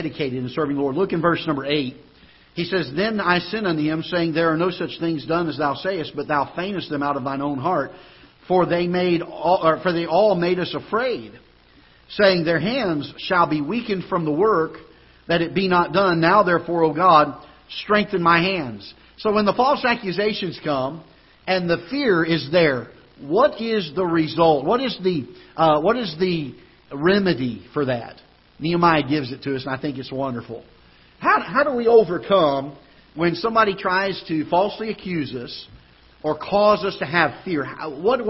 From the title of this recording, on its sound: Ketha Heights Baptist Church ~ Live Broadcast